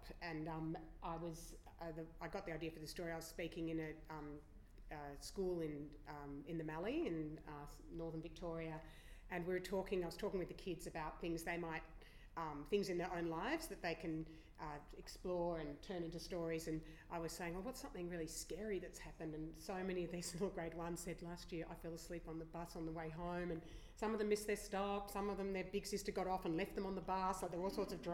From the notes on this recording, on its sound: This podcast is a recording of the first event in the SLAV Reading Forum series held on March 1st. This event included six publishers sharing with the audience their new primary publications coming out across the beginning of 2018.